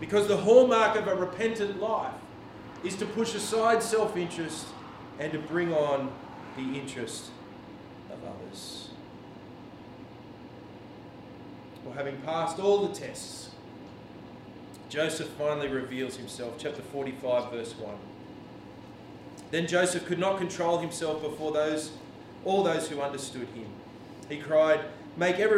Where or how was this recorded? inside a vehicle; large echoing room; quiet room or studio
large echoing room